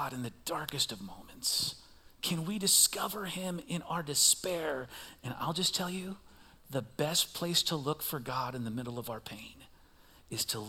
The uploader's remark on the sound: Recorded live at CrossWinds Church on October 15th , 2023.